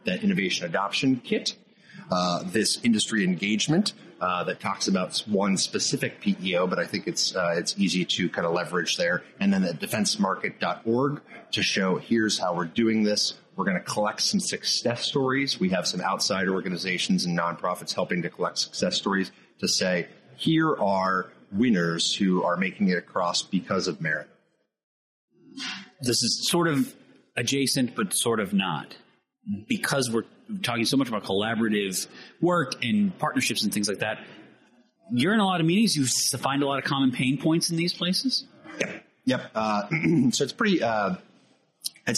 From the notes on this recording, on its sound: discussed with us at AFCEA West